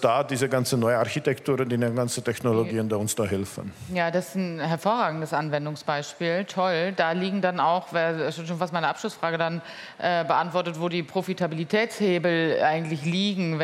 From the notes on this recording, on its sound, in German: live auf der Deep Dive Stage der K5 Konferenz 2023